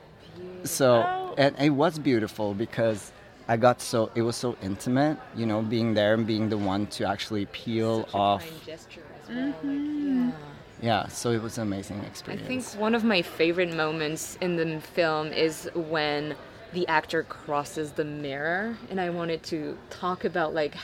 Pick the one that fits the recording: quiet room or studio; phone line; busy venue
busy venue